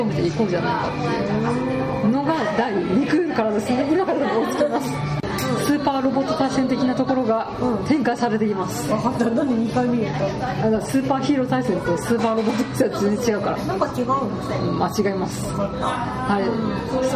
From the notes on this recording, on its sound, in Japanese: 居酒屋収録なので大変周囲が騒がしいです。